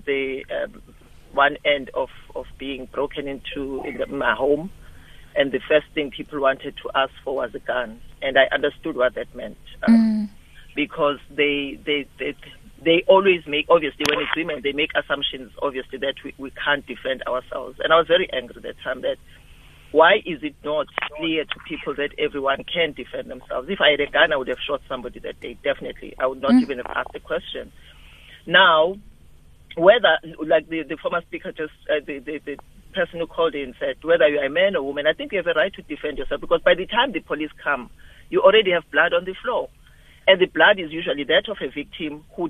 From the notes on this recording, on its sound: SHE IS ON THE LINE